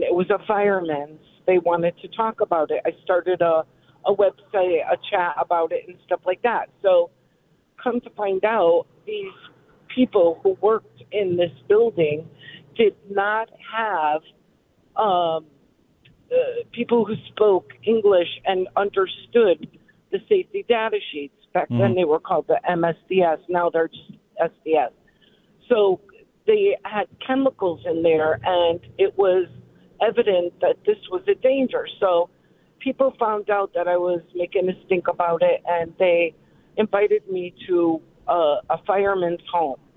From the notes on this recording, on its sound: take some phone calls